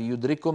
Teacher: نرى أنها تجريد الحرف الأول من السكون مع تشديد الحرف التالي، نحو يدرككم، لاحظوا بأن الكاف يدرككم من المتماثلين، التقى كاف وكاف، كاف وكاف، فالكاف الأولى ساكنة فأدغمناها في الثانية فصار النطق بكاف مشددة · Term: الإدغام الكامل